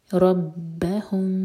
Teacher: میم پر اخفاء شفوی. میم کو دو second hold کریں گے